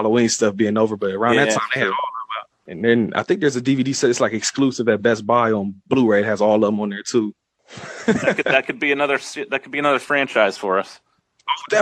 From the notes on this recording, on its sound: We found out about a new app that can record multiple people at once over the phone.